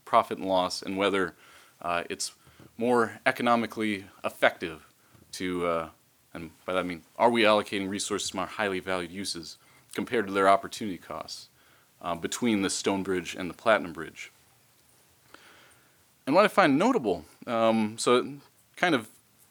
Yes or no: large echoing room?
yes